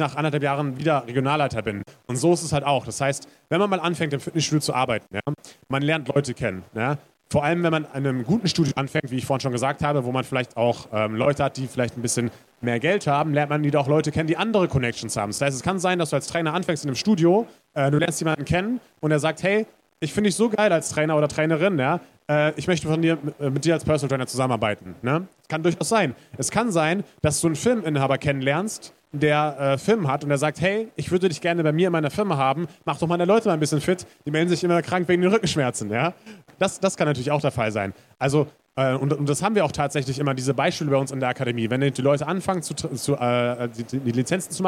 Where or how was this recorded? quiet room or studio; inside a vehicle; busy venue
busy venue